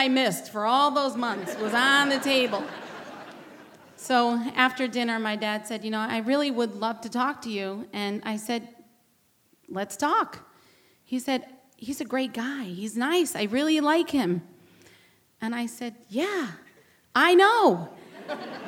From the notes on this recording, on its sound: A special live edition of The Moth recorded at the Shubert Theatre in Boston.